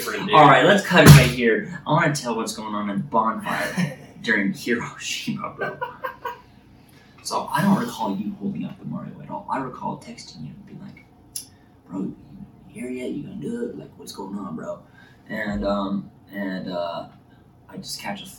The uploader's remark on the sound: sorry about the audio working with iPhone audio